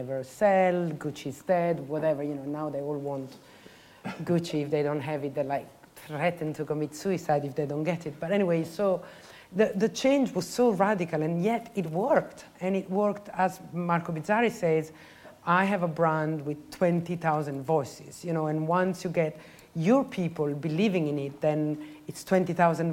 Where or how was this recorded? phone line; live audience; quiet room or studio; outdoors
live audience